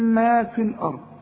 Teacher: خلق لكم ما في الارض. ما مد طبيعي، ده مدها حركتين